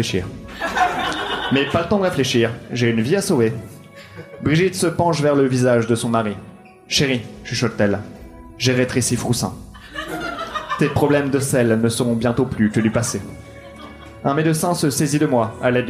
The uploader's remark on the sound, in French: Enregistré en live et en public au One More Joke.